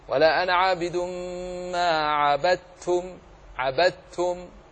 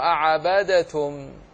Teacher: دالا اختفت وانتهت وما بقي إلا تاء مشددة · Shown in: first take